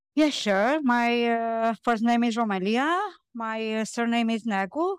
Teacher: with an upward rise in pitch to indicate that she's not finished, and a downward pitch indicating when she finished the sentence · Term: intonation pattern